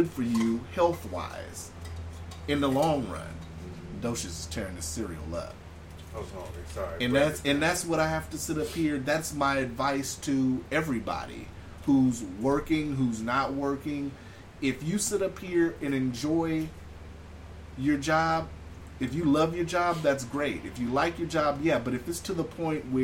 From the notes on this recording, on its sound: It’s still a heatwave in town as we are hitting record highs. Excuse the fan in background but it’s HOT!